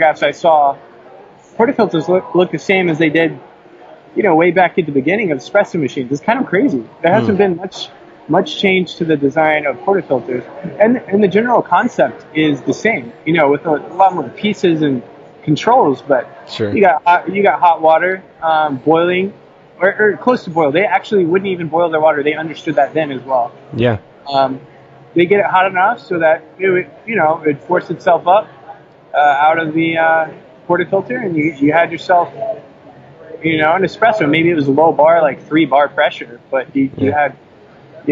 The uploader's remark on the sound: Pardon the audio quality on this one. Who is sitting in a rustling café in the middle of Seattle WA.